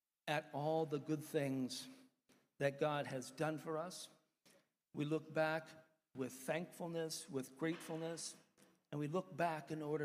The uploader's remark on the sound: one of the sermons preached during our church service